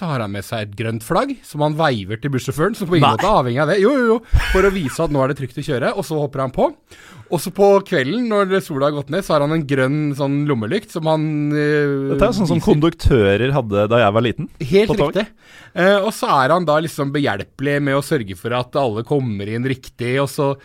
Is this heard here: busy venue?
no